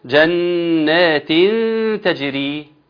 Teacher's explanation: فأثابهم الله بما قالوا جنات تجري، النون مشددة وإخفاء النون التنوين مع التاء